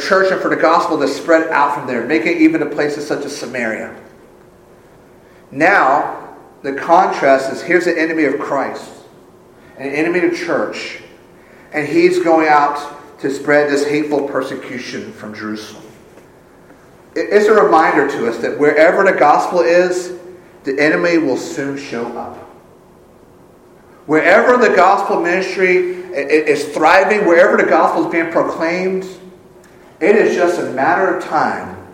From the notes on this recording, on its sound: Full service is recorded